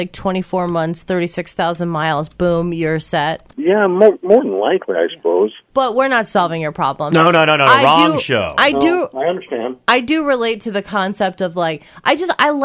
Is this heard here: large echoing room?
no